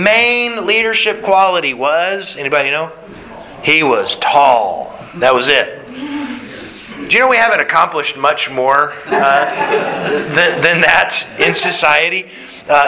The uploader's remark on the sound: Sermon Delivered March 27th, 2022